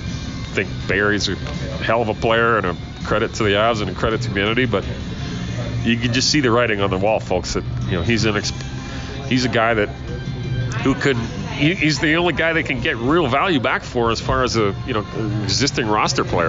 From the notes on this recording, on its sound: comes to your ears from Bender’s Bar and Grill